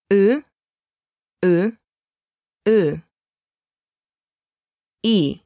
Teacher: Похож на русский звук «ы», но более короткий. Ни в коем случае не растягиваем звук при произношении.